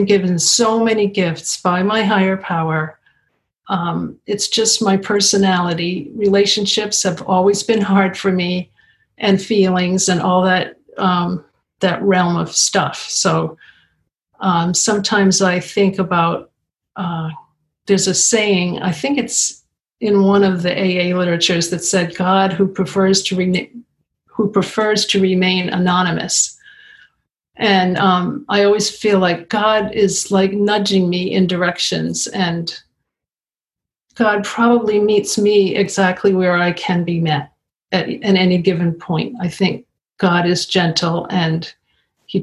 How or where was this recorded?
video call